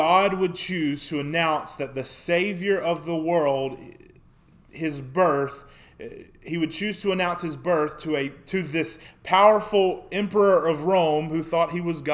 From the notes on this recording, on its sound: Sermon preached on February 14, 2024 at the Youth House, a part of First Baptist Church, Waynesboro, GA.